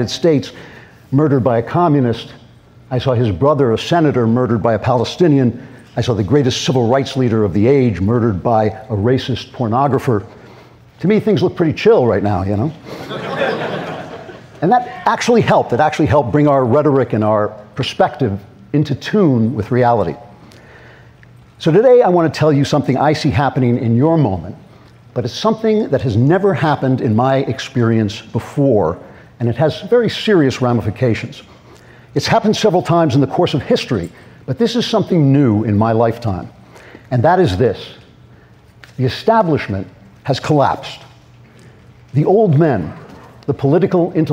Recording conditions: live audience